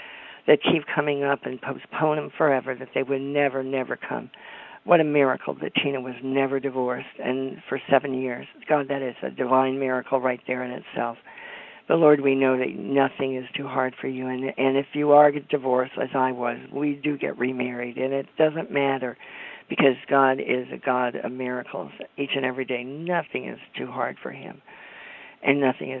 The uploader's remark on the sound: CONFERENCE CALL